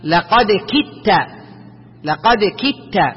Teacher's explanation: أدغم الدال في التاء لكن بلا غنة · Term: إدغام